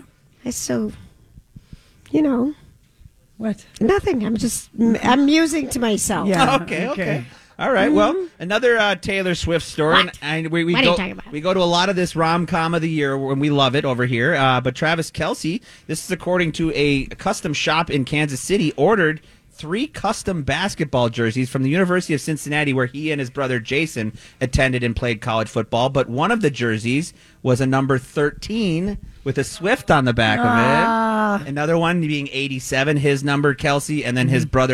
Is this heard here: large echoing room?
no